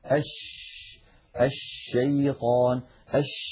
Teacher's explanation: يبدأ صوت الشين من مخرجه، يعني من وسط اللسان، ثم يتابع الصوت خروجه فيصطدم بالصفحة الداخلية للأسنان العليا، فينشأ عن هذا العمل كله انتشار لصوت الشين في أرجاء الفم ويتابع خروجه خارج الفم. · Term: التفشي